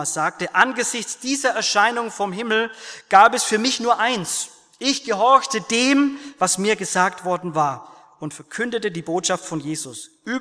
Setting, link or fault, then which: setting, large echoing room